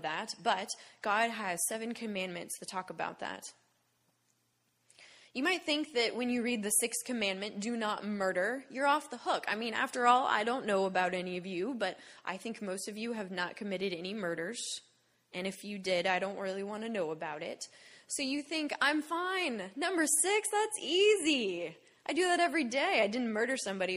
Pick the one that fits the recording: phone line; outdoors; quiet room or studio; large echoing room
large echoing room